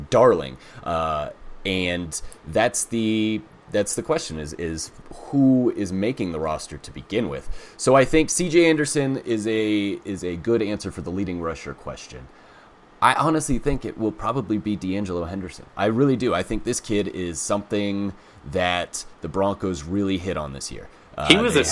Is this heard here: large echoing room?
no